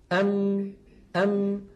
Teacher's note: بعد أن اصطدمت الشفة العليا بالشفة السفلى، هل عاد يمر من هذه المنطقة ولو جزء من الصوت ضئيل؟ أبدا. إذن نصف الميم الشفوي في الحقيقة شديد، لكن النصف الخيشومي قابل للمط. · Term: النصف الشفوي